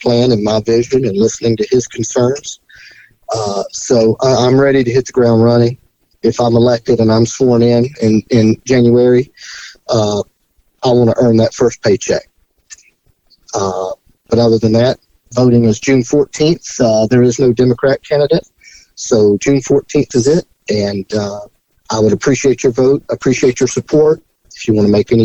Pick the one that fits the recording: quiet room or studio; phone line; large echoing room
phone line